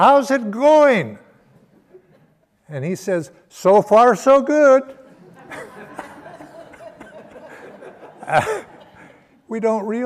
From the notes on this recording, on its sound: Sunday Service talk. Recorded at Ananda Village.